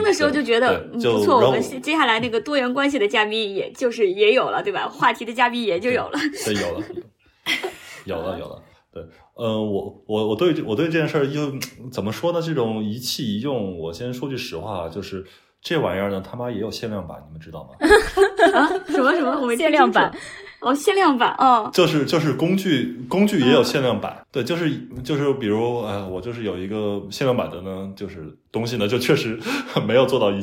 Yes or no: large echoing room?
no